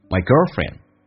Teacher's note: Get married 我们知道是结婚，今年要结婚。听力的第一个难点是什么呢？红色字体属于非实义词，会用降调来读， my 基本上都没有发得很完整，所以近似于发单元音一样，嘴巴没有这么打开